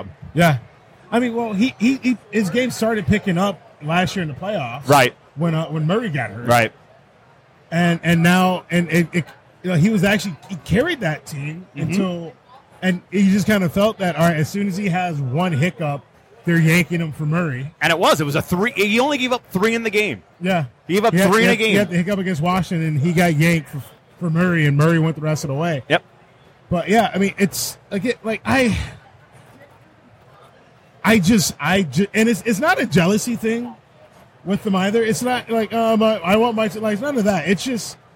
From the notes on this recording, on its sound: Live from Motor City Comic Con